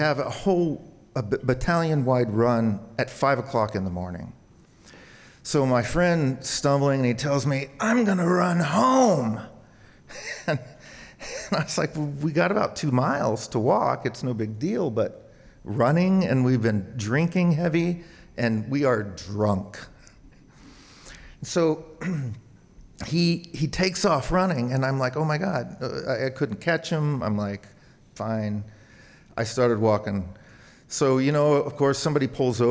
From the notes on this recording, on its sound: Starring featured storytellers mixed with an open story slam. Live on stage and without notes.